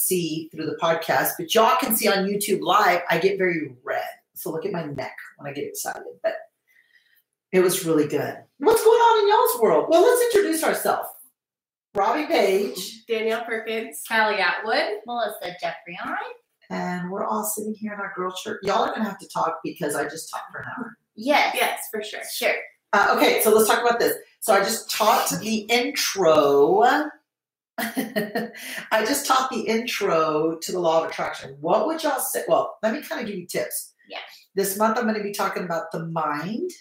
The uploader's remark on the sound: Unfortunately, we experienced some technical difficulties with our sound in this episode.